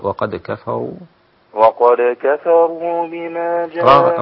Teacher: راعي ترقيق الدال أثناء القلقلة الشدة